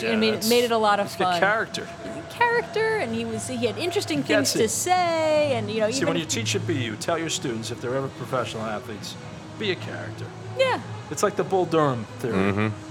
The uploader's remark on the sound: NBA Preview LIVE from Fenway Johnnie's. Recorded live at Fenway Johnnie's in Boston.